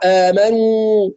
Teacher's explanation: آمنوا الواو هنا وقعت بعد النون والنون فيها غنة فقد تتأثر الواو بالغنة